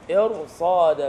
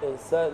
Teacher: يبقى الراء مفخمة، إرصادة مش إرسادة · Shown in: first take